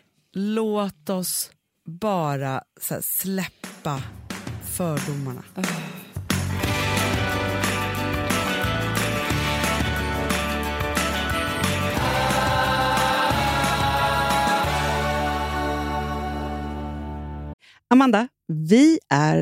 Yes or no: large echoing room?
no